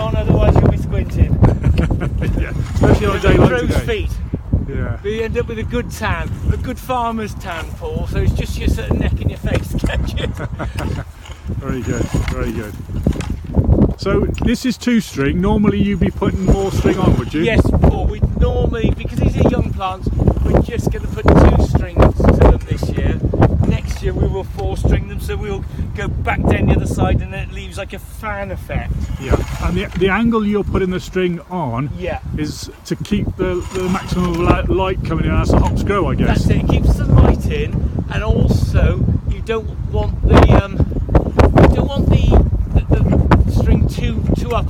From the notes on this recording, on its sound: Warning, contains wind noise.